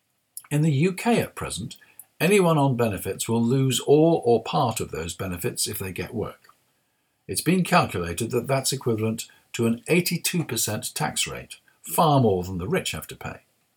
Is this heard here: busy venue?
no